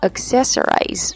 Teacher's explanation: 最后的 rise 后缀的 i 发长音 i 啊